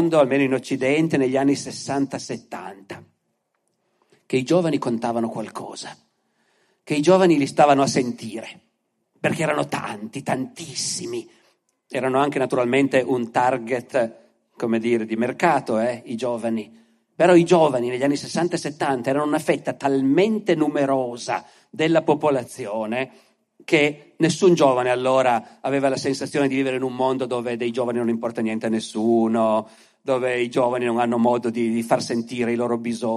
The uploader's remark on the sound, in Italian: Altri Mondi/Altri Modi (Askatasuna), Torino 2023. Ospite del festival culturale Altri Mondi/Altri Modi organizzato dal Centro Sociale Askatasuna di Torino.